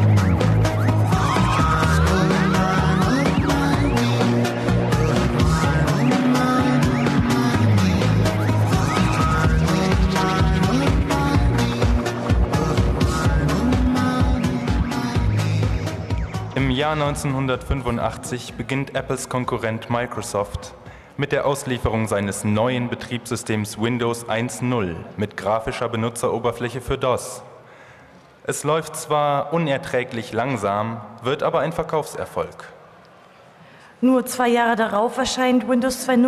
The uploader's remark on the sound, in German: Live-Performance der Hörspielwerkstatt der Humboldt-Universität Berlin in deutscher und englischer Sprache.